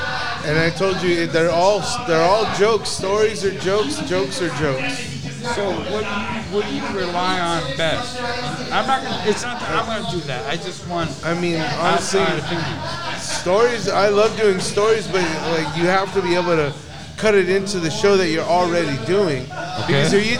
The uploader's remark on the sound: Booze and the Dudes Live from the 3 Iron Brewery